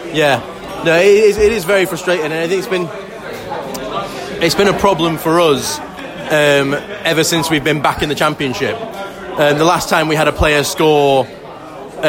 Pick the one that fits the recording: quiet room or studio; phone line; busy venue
busy venue